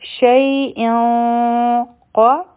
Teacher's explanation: په یا سکون دی دا حروف لین دی نرم به وایو